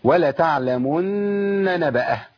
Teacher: لازم ابين ثلاث نونات، نون مشدده بقف عليها بحركتين وبعد كده نون متحركه